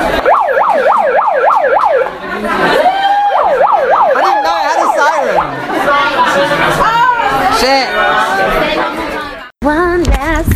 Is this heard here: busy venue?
yes